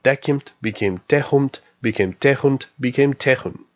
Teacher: In late Common Germanic, M at the ends of words became N, so tom, meaning that, became tham, became than, meaning then. M before dental consonants became N